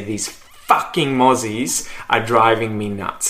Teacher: Whenever someone swears in a sentence, they usually put the emphasis on the swear word, and obviously in this case, the first syllable of the swear word.